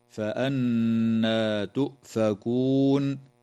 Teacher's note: النون في كلمة فأنا مشددة، فحكمها الغنة بمقدار حركتين